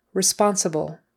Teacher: the L at the end, just a quick touching of the tongue to the upper teeth.